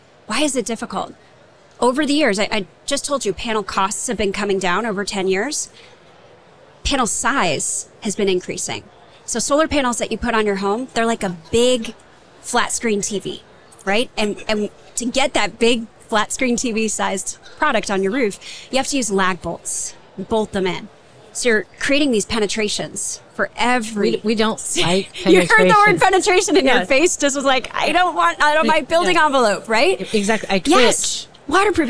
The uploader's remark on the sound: LIVE from A'23 with GAF Energy. In this bonus episode, we share a conversation from our live podcasting event at the 2023 AIA Conference on Architecture in San Francisco, California.